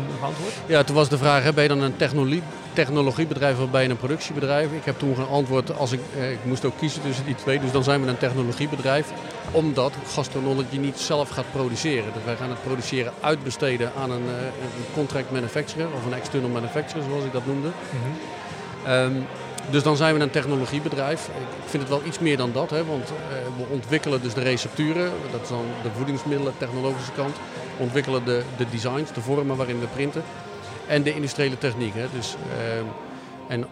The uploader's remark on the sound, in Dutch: Live podcast vanaf de finale van de 2022 Breda Startup Awards. We hebben gesproken met de finalisten voorafgaand aan de uitreiking en uiteraard met de winnaars na de finale.